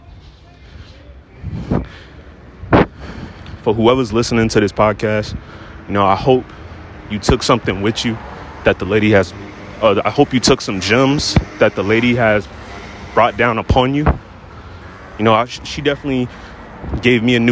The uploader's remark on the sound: I decided to stay behind because I wanted to be outside and enjoy the world. I see an old woman sitting outside the 7/11 so I decided to have a podcast episode.